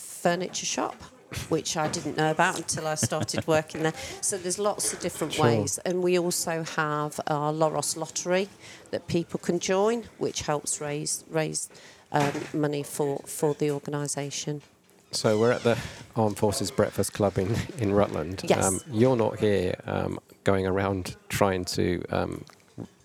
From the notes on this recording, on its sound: It was recorded in The Grainstore, Oakham, Rutland, during the December AFVBC meeting.